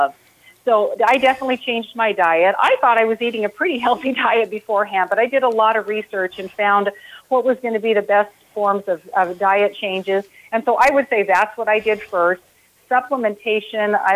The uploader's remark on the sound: are joined on the phone